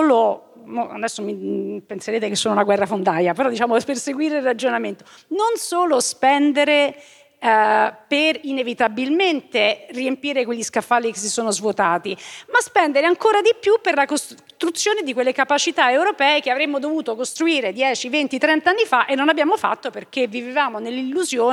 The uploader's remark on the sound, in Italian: Registrata live a Voices. In questa puntata speciale di Globo registrata live a Voices.